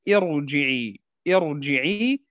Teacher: قبلها همزة مكسورة ولكن الراء تفخم، لأن هذه الهمزة تسمى همزة وصل.